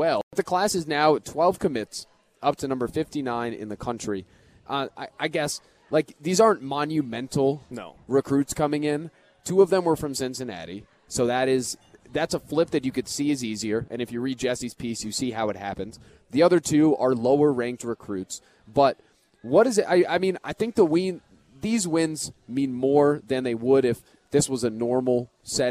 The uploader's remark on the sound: live at Monk's in Sun Prairie